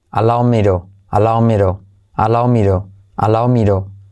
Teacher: Allow me to se convierte la T como R suave